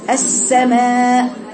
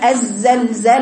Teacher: صوت الصفير في السين اقوى منه بالزاي